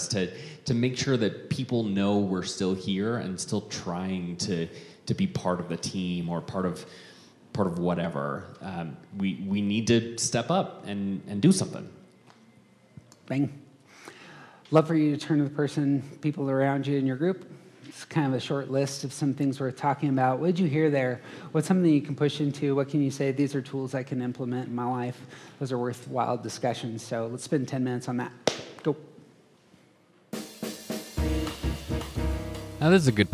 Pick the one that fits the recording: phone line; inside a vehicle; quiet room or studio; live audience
live audience